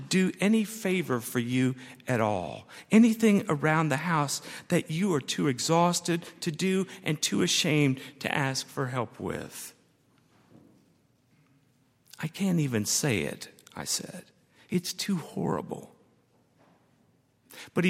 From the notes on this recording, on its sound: at Highland Baptist Church